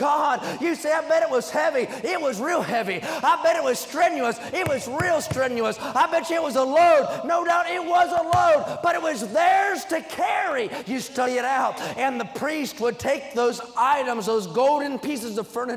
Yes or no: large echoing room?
yes